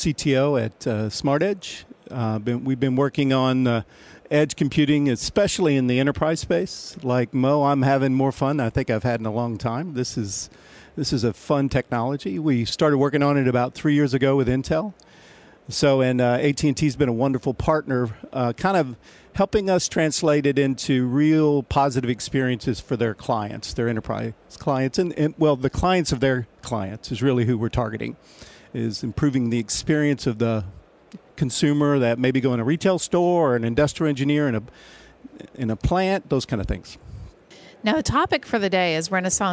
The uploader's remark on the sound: Intel Chip Chat LIVE from MWC 19 in Barcelona